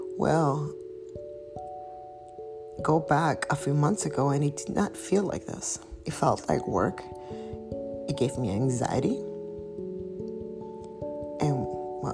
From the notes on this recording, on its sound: Excuse the audio quality and ice cream's paws walking noise through out this episode.